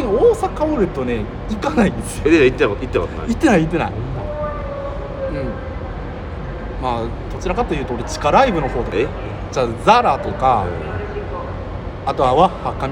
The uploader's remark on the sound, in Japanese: 公園撮りで雑音と急なカットインはご愛嬌でお願いします